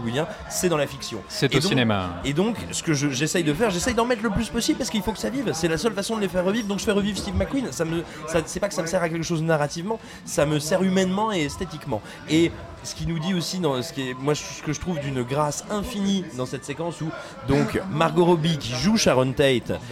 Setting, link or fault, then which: setting, busy venue